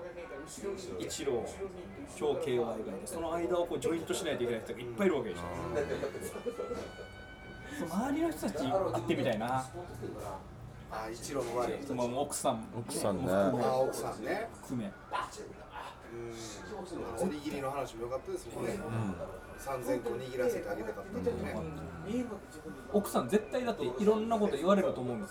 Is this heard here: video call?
no